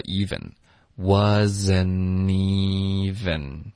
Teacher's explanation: wasn't 我们就发 wasn't 特的音省略，然后我们连读到 evenWasn't even,有没有听到一个 ni 的音节连读了？嗯。